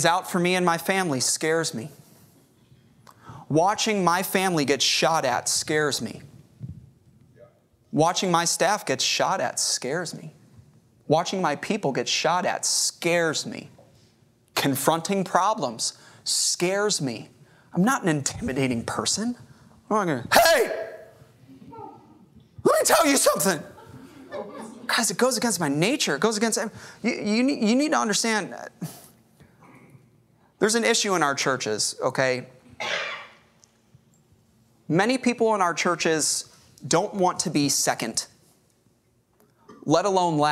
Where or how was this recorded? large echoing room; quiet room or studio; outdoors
large echoing room